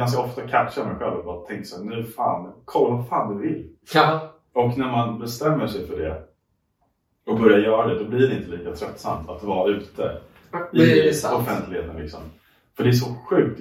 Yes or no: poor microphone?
yes